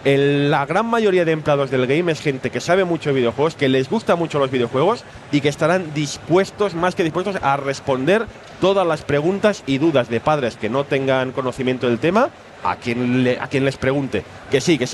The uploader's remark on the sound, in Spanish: En directo mustio desde la RetroBarcelona. Lamentablemente tuvimos un problema técnico y aunque durante el directo todo sonaba correctamente. Nos tememos que durante el episodio váis a oír a ratos a un señor quejándose de fondo al que casi no se le oye.